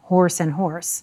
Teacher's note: In much of the U.S., these words sound the same, horse and horse, but traditionally in New England and the North, it was horse for the animal and harse for the scratchy voice.